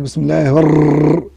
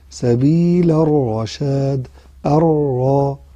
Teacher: يعني بسم الله الرحمن الراء، ما تسيبش لسانك بسم الله الرر، وهذا صفة معيبة، فأنت ينبغي أن تحذر من ذلك. تطرقها طرقة واحدة ثم تدخل إلى الداخل · Shown in: second take · Term: خبطة واحدة فقط